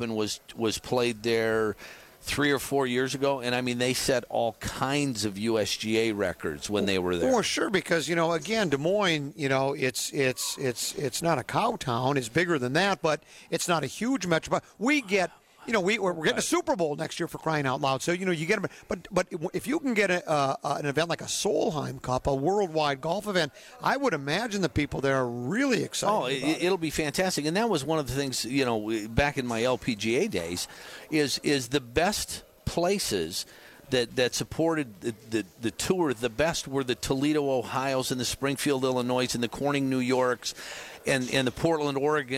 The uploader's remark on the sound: Live From PGA TOUR Superstore